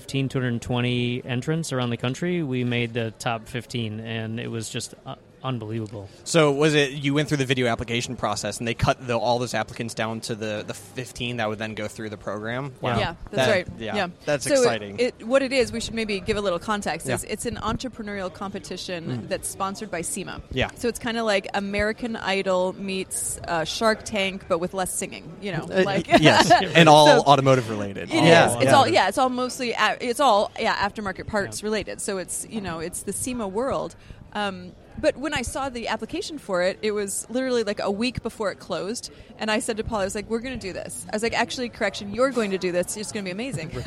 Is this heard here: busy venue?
yes